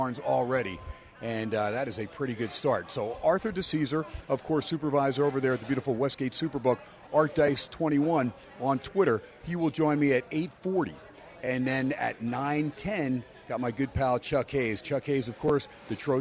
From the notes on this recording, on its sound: "Live" from Steiner's Pub in Las Vegas